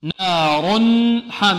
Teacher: النون مرققة والألف مرققة، والراء مفخمة